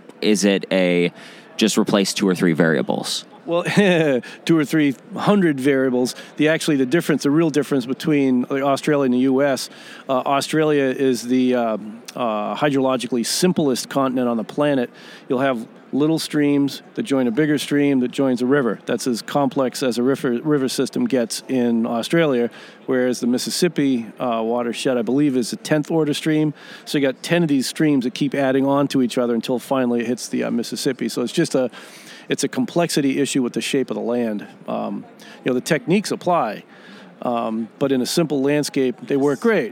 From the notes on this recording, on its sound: three mini interviews taken at the 2020 MOSES Organic Farming Conference